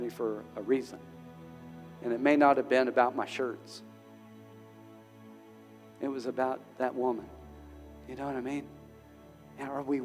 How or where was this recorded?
large echoing room